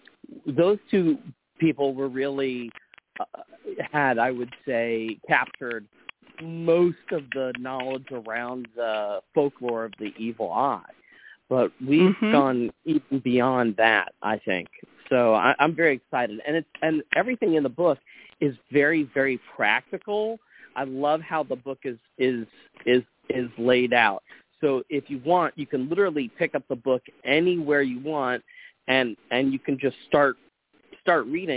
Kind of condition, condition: link, phone line